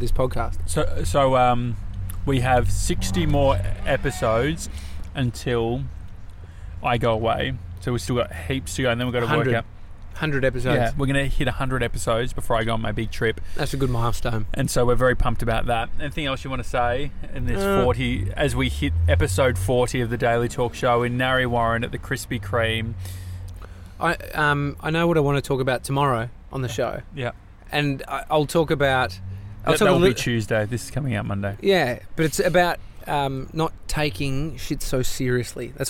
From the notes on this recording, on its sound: Celebrating episode 40 of The Daily Talk Show LIVE from the Krispy Kreme carpark